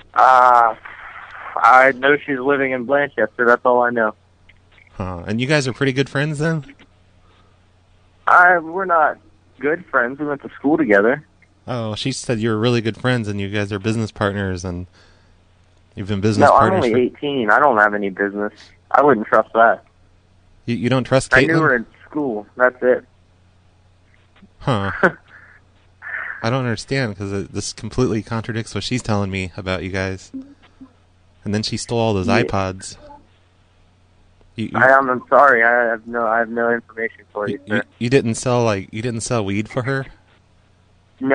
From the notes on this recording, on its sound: Prank Phone Calls